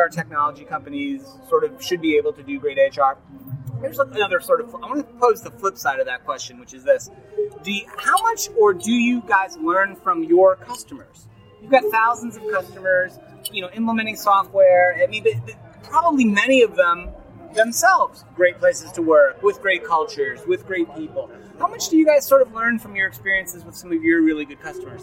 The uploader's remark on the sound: LIVE From Ceridian Analyst Day in Hollywood. Recorded LIVE from the Ceridian Analyst Day in Hollywood, California.